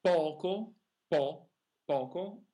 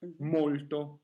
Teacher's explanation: poco o aperta, molto o chiusa